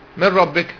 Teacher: نون ساكنة بعدها راء إدغام بدون غنة